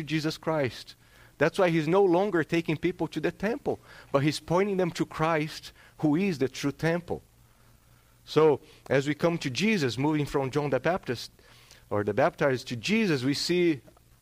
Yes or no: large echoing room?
yes